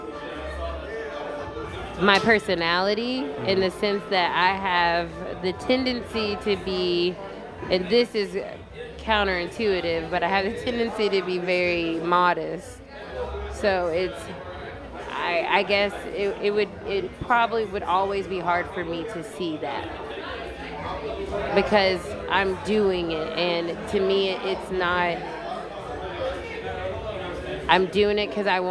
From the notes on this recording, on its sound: Kicking It At Adventure ATL Fest 2018. Live at The Masquerade Atlanta.